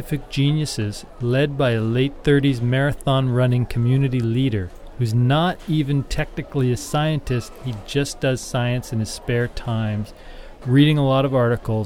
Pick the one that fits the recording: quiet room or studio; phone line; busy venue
busy venue